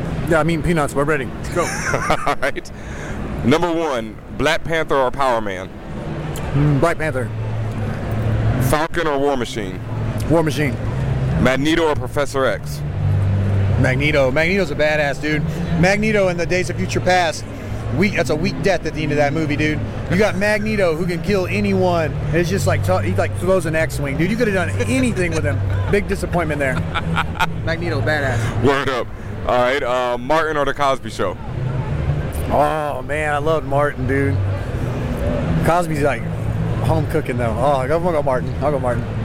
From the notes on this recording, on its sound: Live From NYCC. Apologies for the audio quality as we were live at NYCC and the chaos around us didn't help the sound.